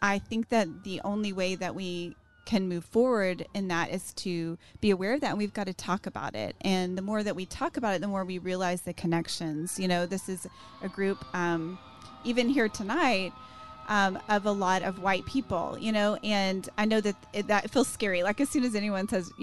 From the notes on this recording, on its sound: Today's show was recorded Live outside of Fabled Bookshop and Cafe in Waco, TX, so you'll be able to hear the cars, the train, and the city in the background. Wrapping up with questions from the audience at the end!